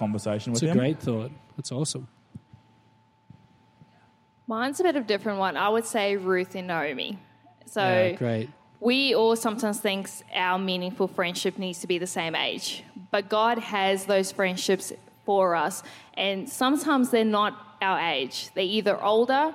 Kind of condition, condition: setting, large echoing room